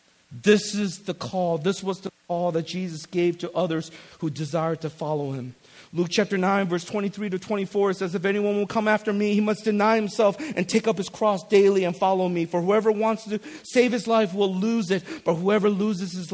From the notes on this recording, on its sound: This is the Friday night message from the ReFOCUS Conference.